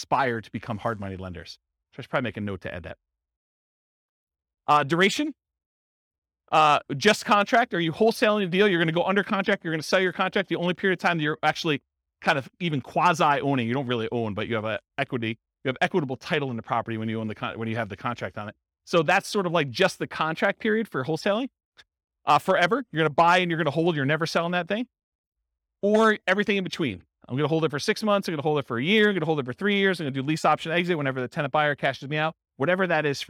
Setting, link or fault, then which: setting, live audience